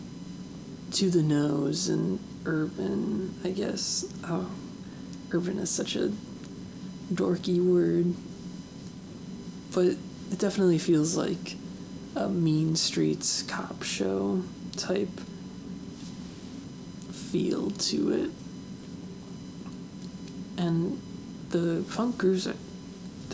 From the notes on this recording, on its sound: Microphone was extra noisy today.